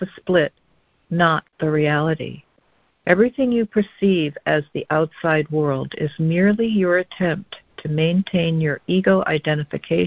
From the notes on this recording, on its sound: ACIM Daily Conference Call